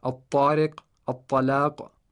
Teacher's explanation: a combination of the tip of the tongue and the top of the tongue, touching a specific place of the plate of the two top front incisors · Term: ta sound